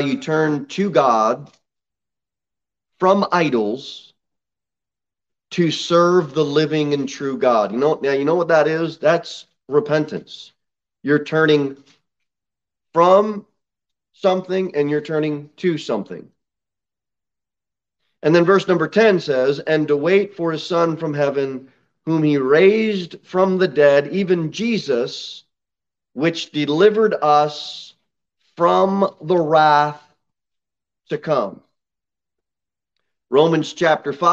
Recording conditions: large echoing room